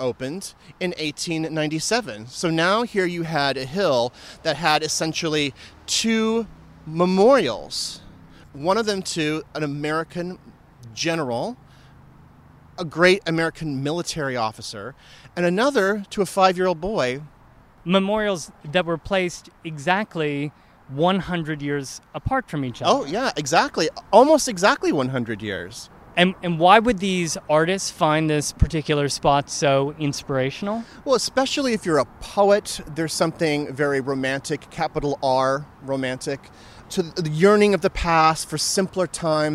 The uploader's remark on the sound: We visit the park itself to give you the full dynamic sound experience, reviewing Riverside's most spectacular attractions.